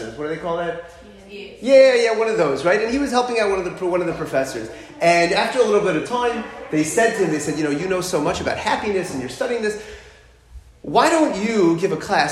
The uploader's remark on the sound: Talk delivered to Emet Outreach